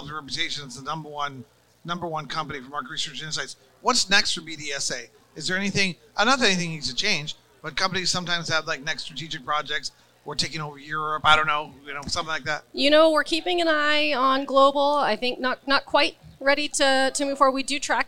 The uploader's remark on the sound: Recorded at MJUnpacked NYC